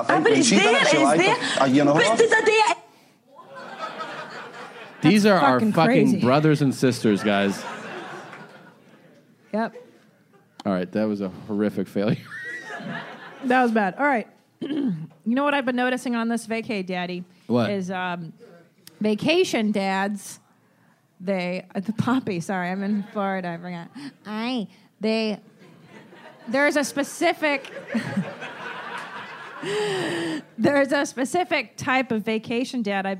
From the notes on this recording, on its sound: LIVE From West Palm Beacb. This live episode. It was after all recorded in Breast Balls Beach, Florida.